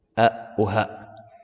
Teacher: عندك أقصى الحلق الهمزة والهاء